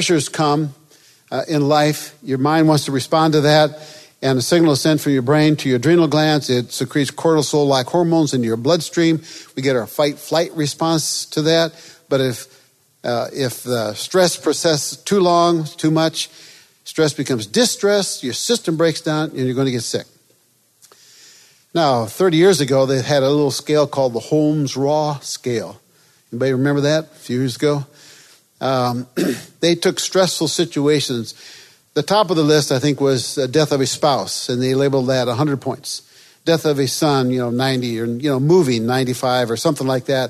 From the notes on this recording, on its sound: This episode is from Freedom in Christ Ministries, recorded at the National Disciple Making Forum.